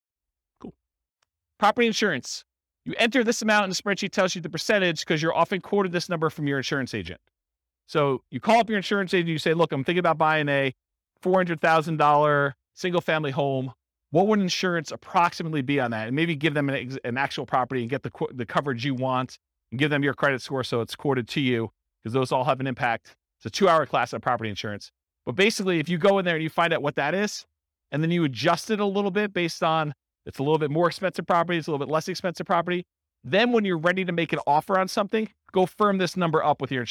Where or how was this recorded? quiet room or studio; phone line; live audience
live audience